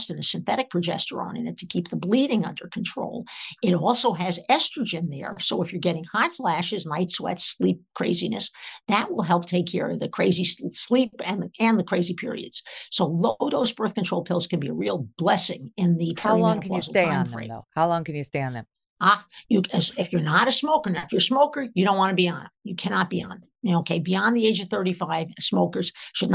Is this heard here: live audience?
no